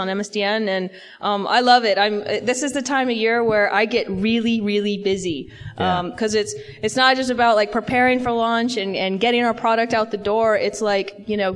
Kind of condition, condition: setting, live audience